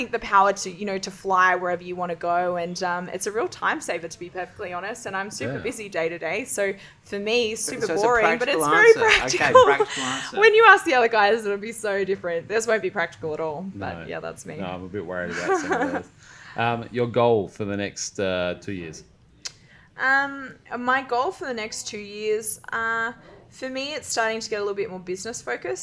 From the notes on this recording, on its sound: Live from an Athlete Training Camp in Bali